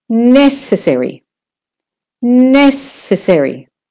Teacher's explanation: Yeah? And for necessary, the first syllable is the stressed one.